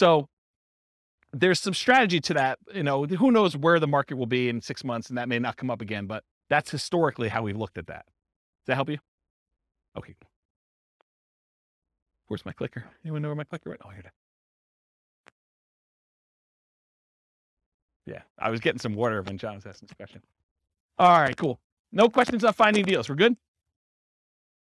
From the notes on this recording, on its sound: This was a live class recorded